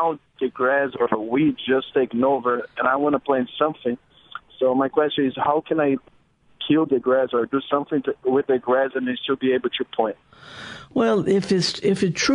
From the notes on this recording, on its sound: answers your live calls